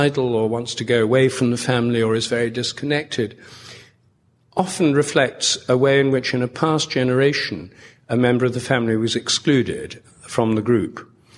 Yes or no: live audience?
yes